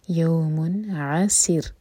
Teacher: سین سیٹی والی آواز کے ساتھ، اور رو کو جب ساکن کریں گے تو وہ ہوگا لائٹ کیونکہ اس سے پہلے ہے کسرہ عاصر. · یوم عسر یہاں پر ہے سین سیٹی والی آواز کے ساتھ، اور رو کو جب ساکن کریں گے تو وہ ہوگا لائٹ کیونکہ اس سے پہلے ہے کسرہ